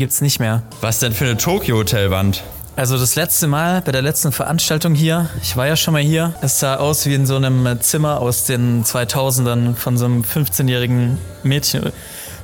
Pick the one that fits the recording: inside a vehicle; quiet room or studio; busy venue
busy venue